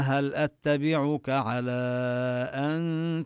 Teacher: نمد هذا المد المنفصل الجائز أربع حركات